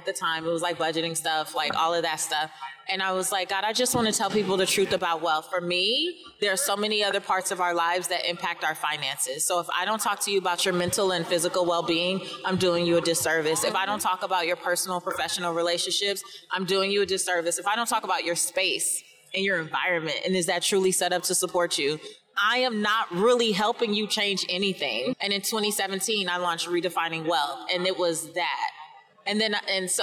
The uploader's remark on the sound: Coming to you live from FinCon 2022